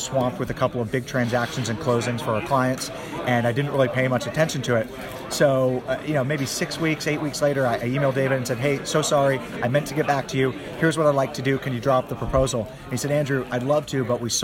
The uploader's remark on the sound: Various interviews LIVE from the 2020 Intelligent Investors Real Estate Conference. Various interviews LIVE from the 2020 Intelligent Investors Real Estate Conference.